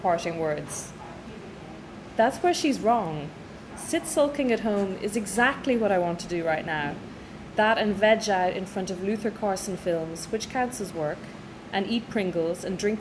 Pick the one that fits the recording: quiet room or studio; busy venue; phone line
busy venue